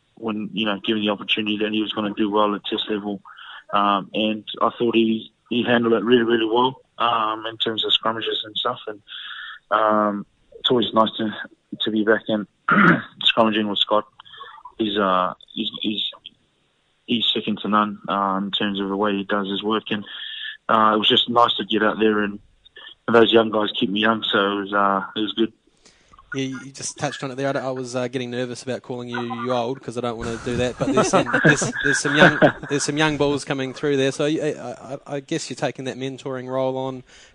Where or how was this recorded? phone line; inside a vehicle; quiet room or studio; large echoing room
phone line